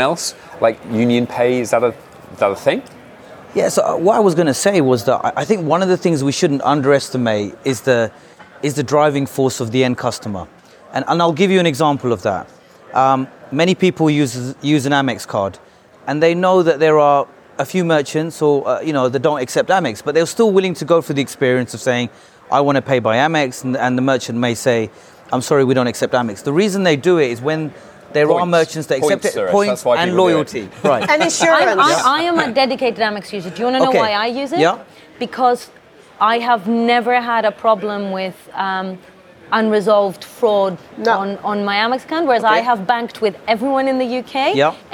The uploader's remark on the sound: Live from Money20/20